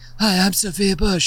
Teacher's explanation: she has the ultimate vocal fry party girl voice